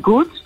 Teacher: Oorspronkelijk was de G eigenlijk een plofklank, dus een kleine explosie in de mond. Een G, zoals in het Engelse good.